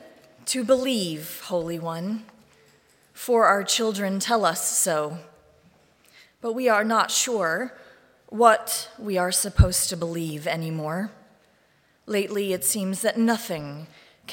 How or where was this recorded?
large echoing room